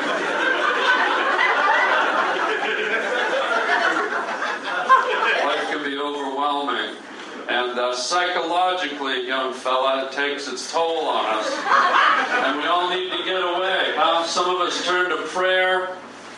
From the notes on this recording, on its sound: Stand up LIVE at Hollywood comedy club. Recorded live at the Hollywood Improv.